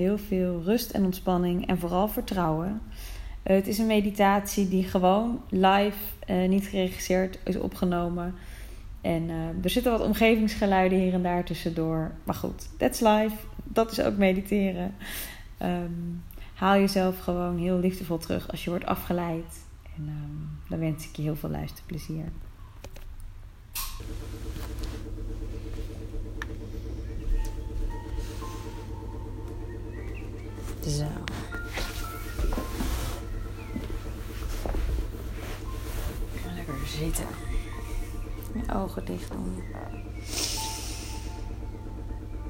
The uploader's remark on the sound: Het is een meditatie die ik opnam tijdens een sessie, live, niet geregisseerd (zoals altijd eigenlijk). Don't mind the omgevingsgeluiden..